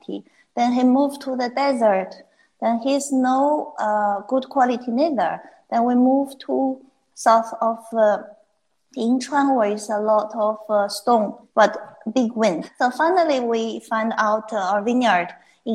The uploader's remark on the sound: recorded on instalive during the pandemic